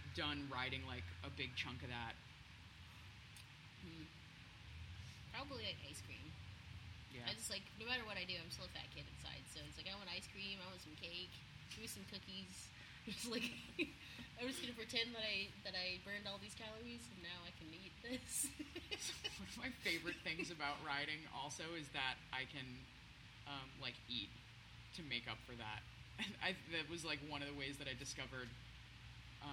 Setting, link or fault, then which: setting, outdoors